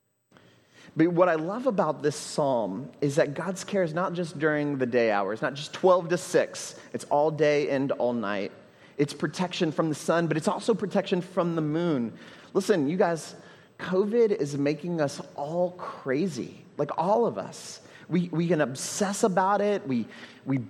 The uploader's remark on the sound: at Trinity Church, Puerto Rico